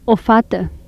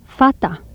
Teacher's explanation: a contrast between mid-central vowel and a low-central vowel.